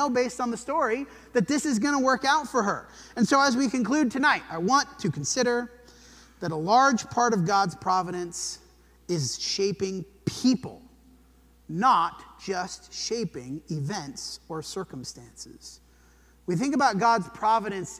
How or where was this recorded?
large echoing room